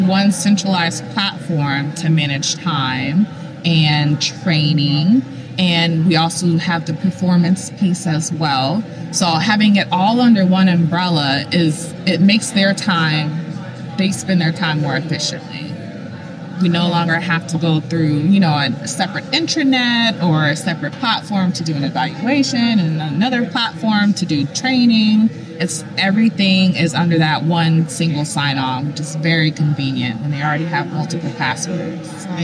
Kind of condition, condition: setting, busy venue